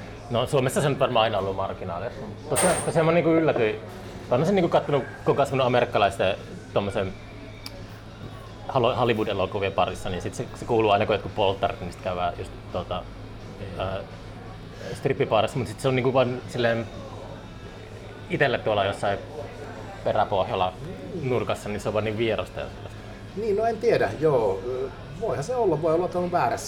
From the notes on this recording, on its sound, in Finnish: Jakso äänitettiin Pub Merikulmassa, Oulussa